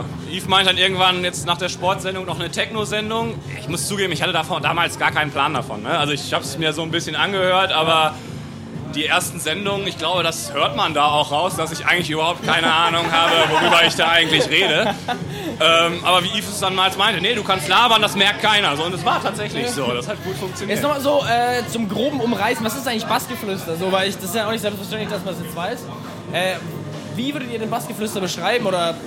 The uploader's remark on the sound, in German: Diesmal sind wir auf dem Spaze Festival unterwegs. Hinter das Mikro und vor die Kameras bekommen.